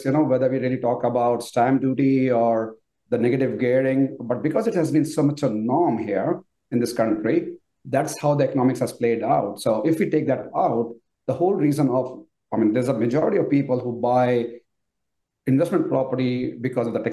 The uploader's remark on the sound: we feature highlights from our Q&A webinar